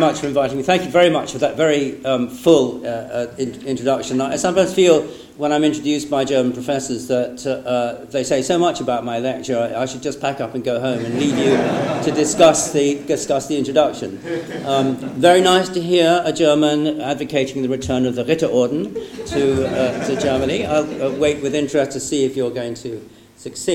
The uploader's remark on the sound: The lecture was given on 3 May 2016 at the German Historical Institute London.